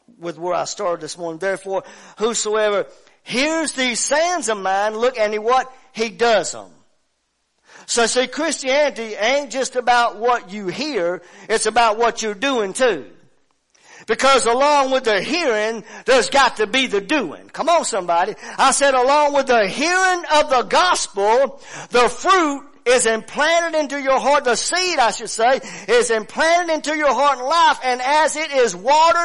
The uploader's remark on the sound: WELCOME TO OUR LIVE SERVICE. Family Worship Center in Athens Tennessee. Stream our music live over the internet.